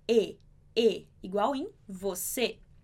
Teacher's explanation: O E, ele é pronunciado igual o E de você. Então, ele sempre é um som fechado.